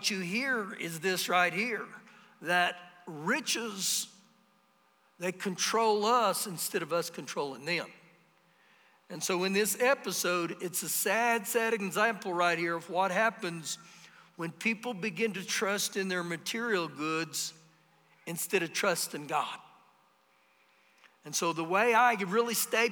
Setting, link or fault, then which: setting, large echoing room